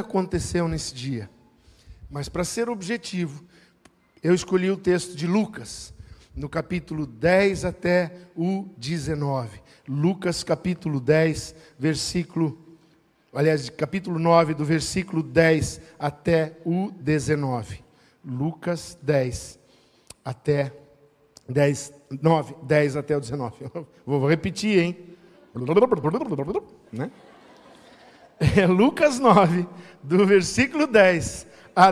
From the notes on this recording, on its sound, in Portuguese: Em nosso Culto da Generosidade. Na Igreja ABA Blumenau (Transmitido ao vivo).